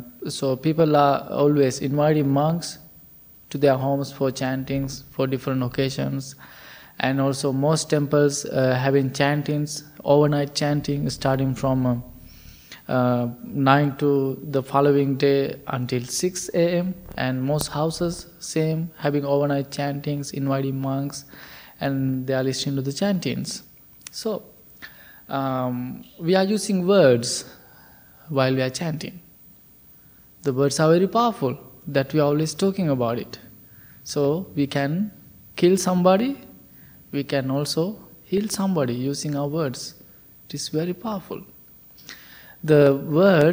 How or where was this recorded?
large echoing room